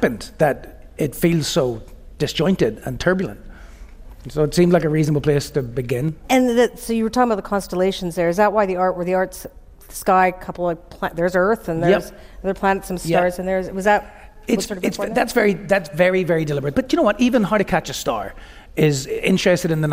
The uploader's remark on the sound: on stage at the Toronto Reference Library's Bram and Bluma Appel Salon